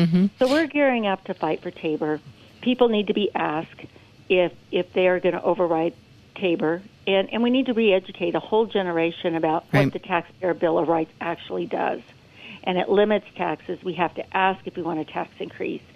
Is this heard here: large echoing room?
no